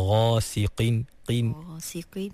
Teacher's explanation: walaupun qaf tu baris bawah, dia duduk di martabat tafkhim yang paling rendah, tapi tak bermakna qaf tu menjadi nipis, ha, sampai bertukar menjadi kaf.